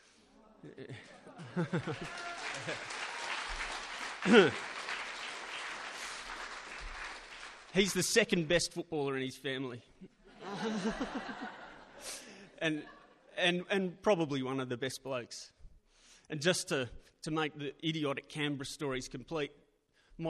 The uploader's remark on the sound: Recorded live at Belconnen Arts Centre, Canberra. 666 ABC Canberra.